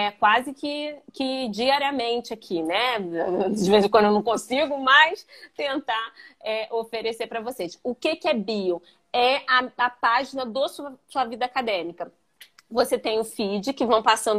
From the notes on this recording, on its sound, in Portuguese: Áudio da live sobre escrita e produção de projetos acadêmicos.